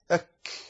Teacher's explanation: والكاف بماذا تزيل شدتها؟ بالهمس، فتخرجها مهموسة بقولك أك. والتاء بماذا تزيل شدتها؟